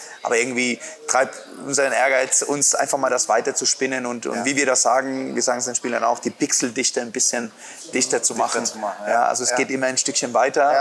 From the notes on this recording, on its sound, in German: im Sportland Fitness in Erlangen aufgezeichnet